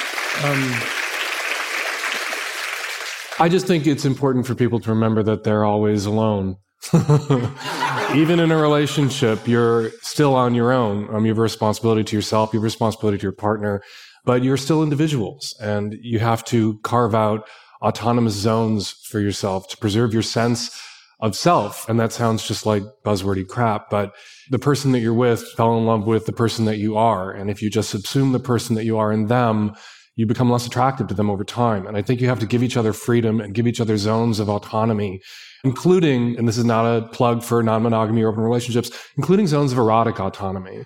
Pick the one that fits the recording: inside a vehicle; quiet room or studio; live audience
live audience